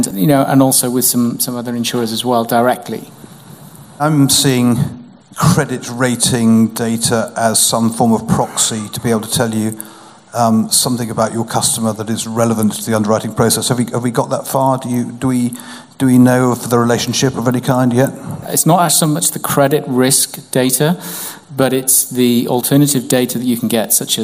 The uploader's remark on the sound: We're back in the Steelyard for our autumn season of evening events. From the first half of our Reverse Pitch event on 24 September.